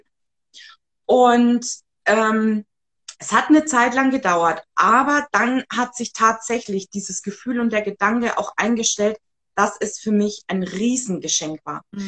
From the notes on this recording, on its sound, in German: die ich auf live auf Instagram geführt habe